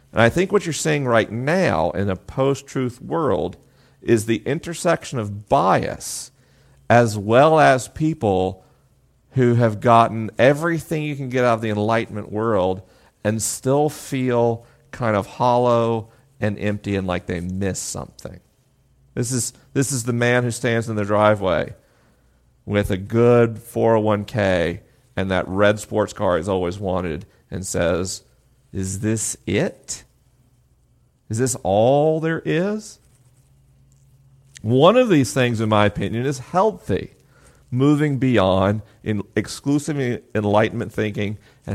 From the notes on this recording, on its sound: LIVE in Ft. Smith, AR. This episode was recorded at First Presbyterian Church in Ft. Smith, AR with a live audience.